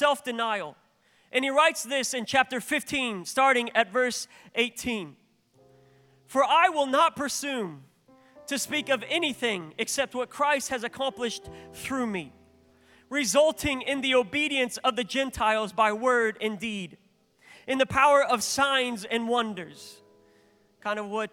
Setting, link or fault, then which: setting, live audience